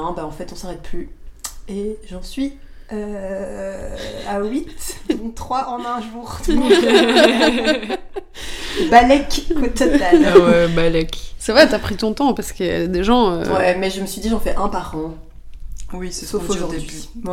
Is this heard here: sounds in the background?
yes